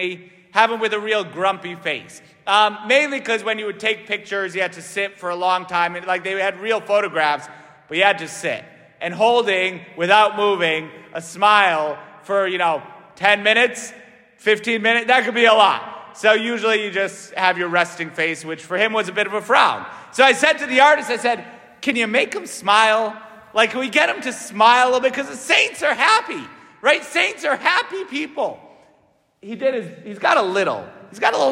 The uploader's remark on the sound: St Francis Catholic parish homily